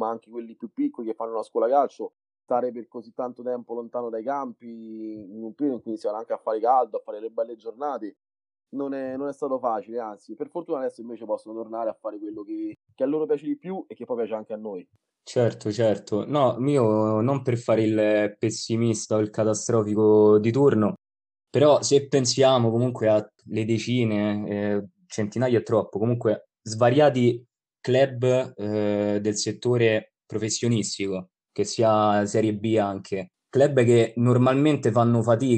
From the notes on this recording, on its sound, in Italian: Episodio registrato da remoto in data 14/07/2020.